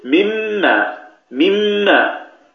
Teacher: تقفل وتفتح مرة واحدة، فالمخرج يرتفع ارتفاعة واحدة · Term: الإدغام